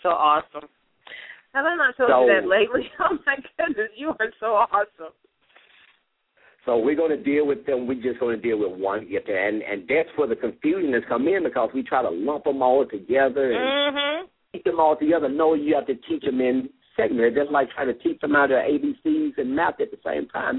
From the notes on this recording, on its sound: LML uses a progressive live call in format.